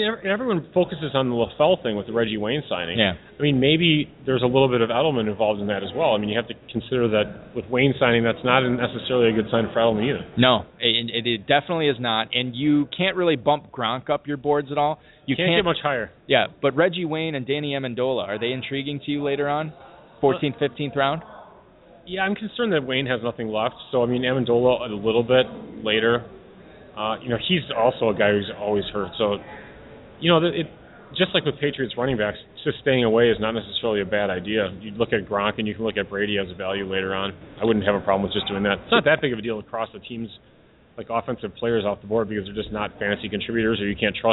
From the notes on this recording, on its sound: LIVE in Louisville at the Kentucky Fantasy Football State Championship. Broadcast remotely live at the Kentucky Fantasy Football State Championship (KFFSC).